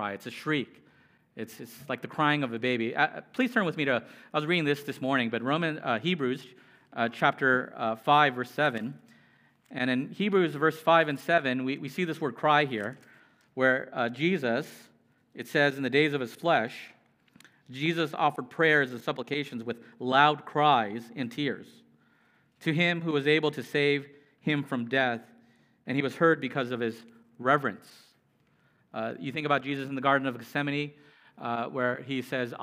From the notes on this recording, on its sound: Preached. At Immanuel Church of Orange County.